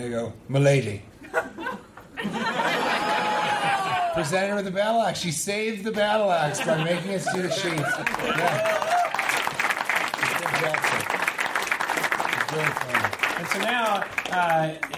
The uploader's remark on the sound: Live from Edmonton!